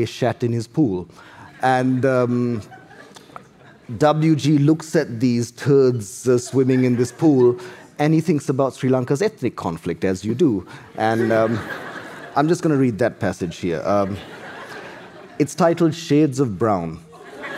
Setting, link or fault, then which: setting, live audience